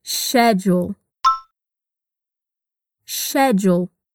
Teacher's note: No inglês americano, ela é pronunciada dessa maneira que nós já falamos, schedule. Mas no britânico, a gente diria schedule, com esse som de sh, igual de chá ou chuva.